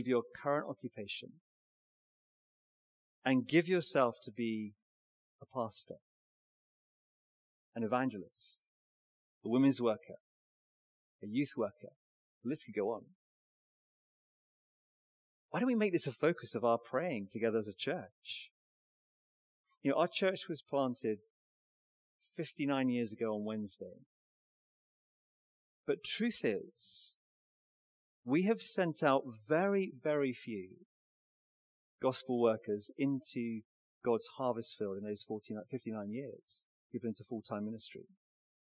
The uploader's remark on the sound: Recorded Live stream Sermon from Binscombe Church (BWS) 3rd March 2024